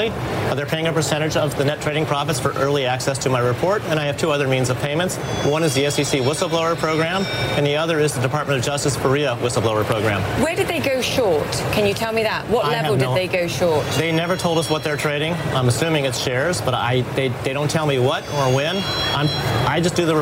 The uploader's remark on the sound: live from the New York Stock Exchange